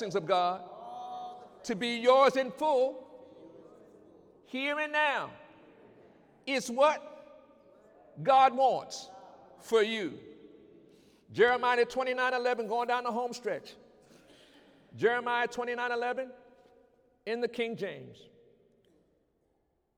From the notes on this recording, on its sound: During Sunday morning service on November 17, 2019